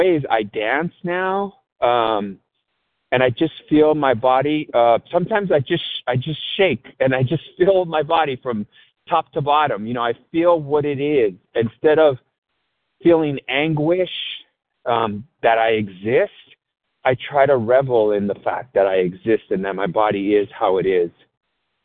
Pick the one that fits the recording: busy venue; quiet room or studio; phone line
phone line